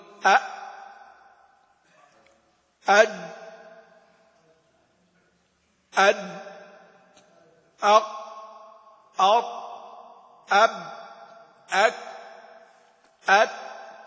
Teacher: انقفال كامل للمخرج وانحصار تام للصوت · Term: الشدة